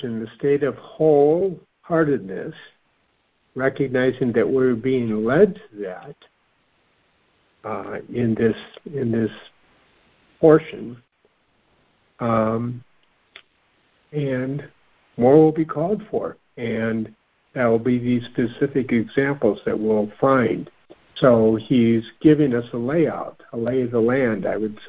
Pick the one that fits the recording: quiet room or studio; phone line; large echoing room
phone line